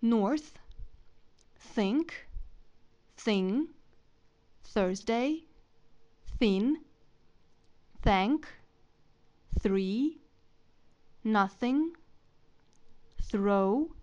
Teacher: Для этого произнесите звук С или З, при этом язык находится между зубами. С произносится как С, но язык между зубами.